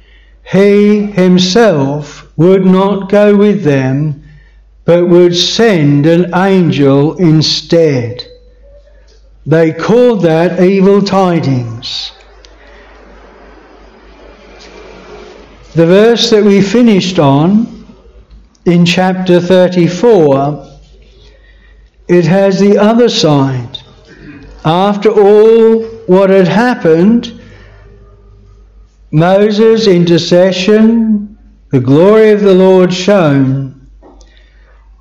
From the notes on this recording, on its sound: This sermon was preached at Bethel Chapel Luton.